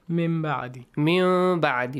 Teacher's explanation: Change the noon into a hidden meme sound. The ikhfa of meme. · Term: iqlab